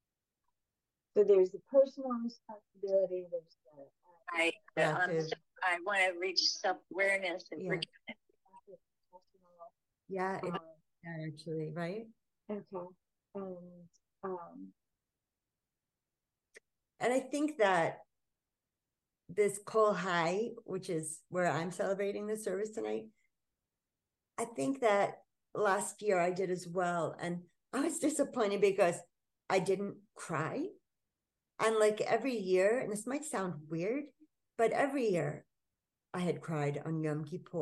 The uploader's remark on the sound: apology for wonky audio towards the end